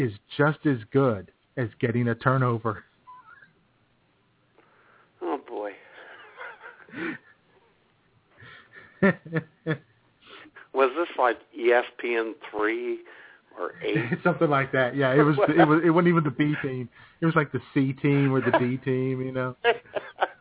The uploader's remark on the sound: your phone calls